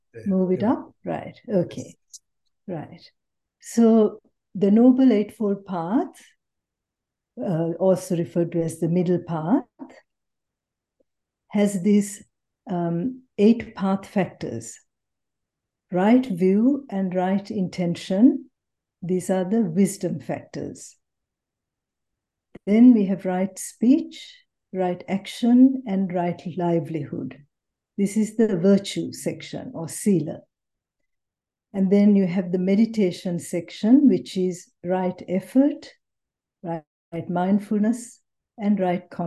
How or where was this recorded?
video call